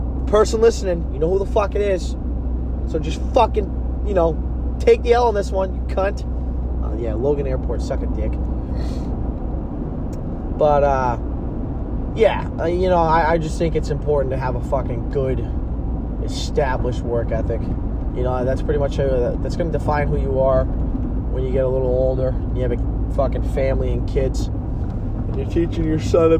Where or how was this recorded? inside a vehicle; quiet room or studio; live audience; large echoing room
inside a vehicle